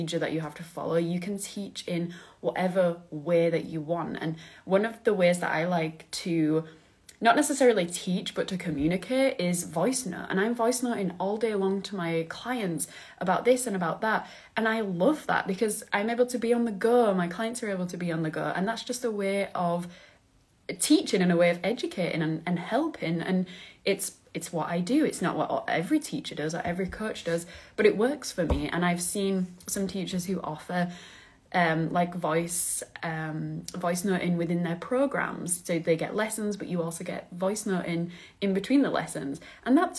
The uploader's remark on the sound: IG LIVE